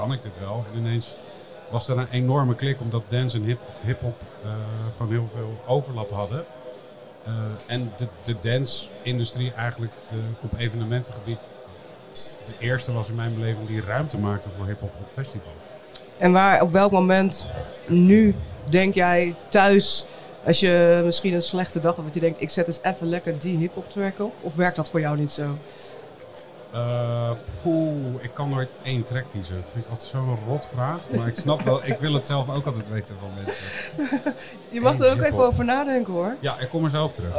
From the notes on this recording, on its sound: Live vanaf Eurosonic Noorderslag. In de gloednieuwe podcast area.